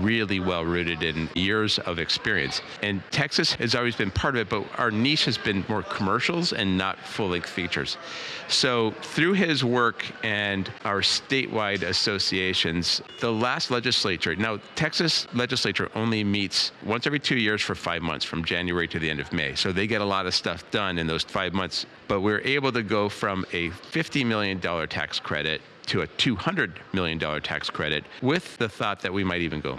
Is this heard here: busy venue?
yes